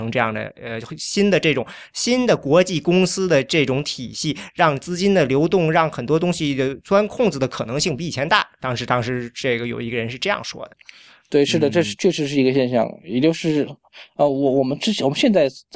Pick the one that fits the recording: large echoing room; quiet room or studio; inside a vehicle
quiet room or studio